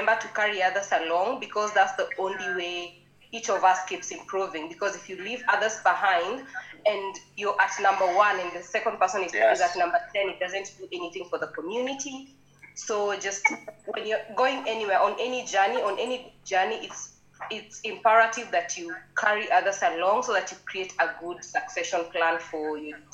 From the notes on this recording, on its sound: We do apologise for the sound quality; we would have loved to have had everyone in the same room! However due to Covid that was not possible. We hope you don't mind the odd matatu, chicken call and zoom glitch!